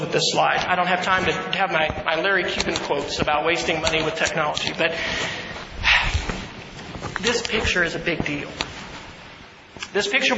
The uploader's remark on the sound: keynote address at the Mississippi Educational Computing Association's annual conference on February 8, 2011